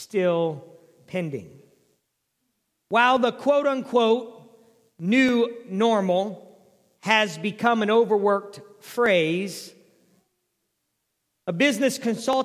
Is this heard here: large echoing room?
yes